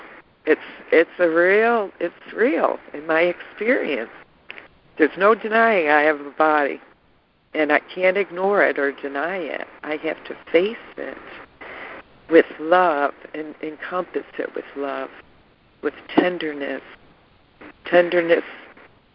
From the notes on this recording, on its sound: ACIM Daily Conference Call